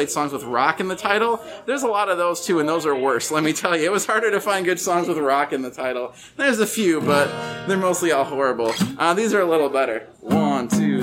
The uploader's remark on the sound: (from Seattle). We had a full, lovely house for this show, and a bunch of our great friends in the Pacific Northwest came out to share their pieces. There's a little bit of crowd noise here (we were sharing a coffee house with students studying for finals).